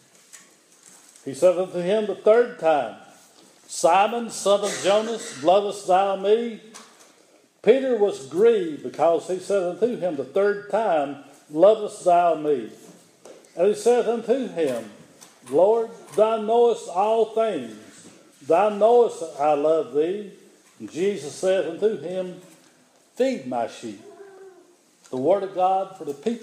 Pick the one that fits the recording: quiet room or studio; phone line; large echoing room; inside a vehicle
large echoing room